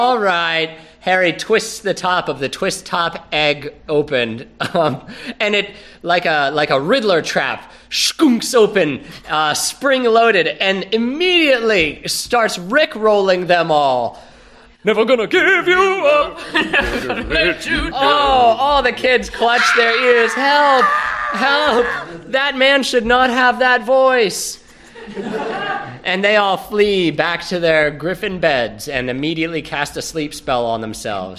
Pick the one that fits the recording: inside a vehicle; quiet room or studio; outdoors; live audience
live audience